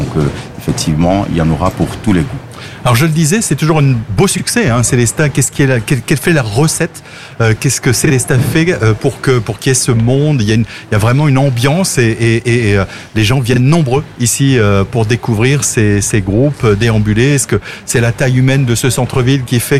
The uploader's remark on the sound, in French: Dans le cadre de la fête de la musique, ce mercredi 21 juin 2023, AZUR FM a délocalisé ses studios. En direct depuis la place d'armes (scène brasserie le fox) dans le cadre de la fête de la musique.